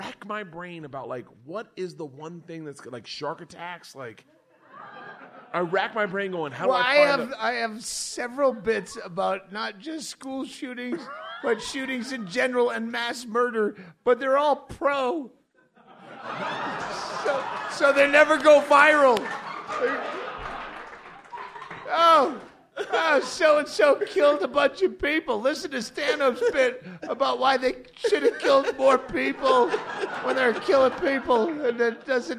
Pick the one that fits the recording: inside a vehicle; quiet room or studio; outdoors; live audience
live audience